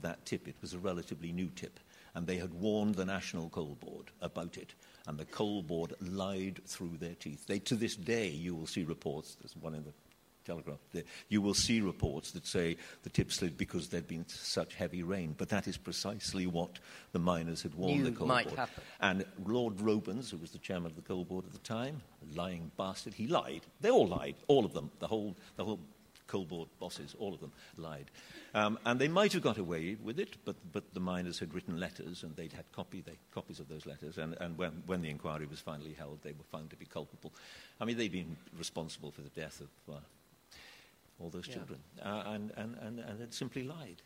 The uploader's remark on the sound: Recorded live at The Tabernacle in London.